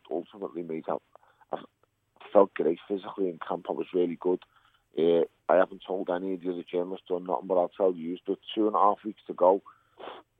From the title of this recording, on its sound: A PHONE CALL